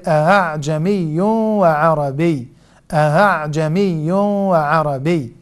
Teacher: هو النطق بالهمزة المسهلة بين الهمزة المحققة وحرف المد المجانس لحركتها · Term: تسهيل الهمزة